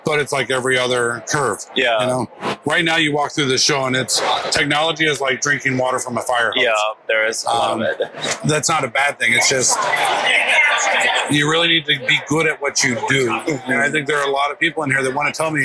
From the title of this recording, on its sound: LIVE AT NAA